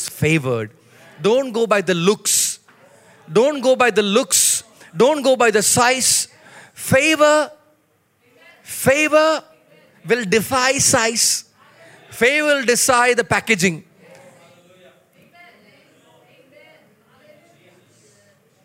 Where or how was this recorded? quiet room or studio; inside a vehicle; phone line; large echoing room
large echoing room